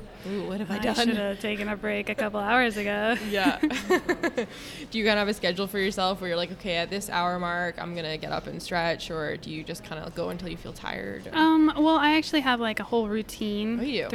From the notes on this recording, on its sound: Live (sort of) from Photo Plus Expo in NYC at the Javits Center.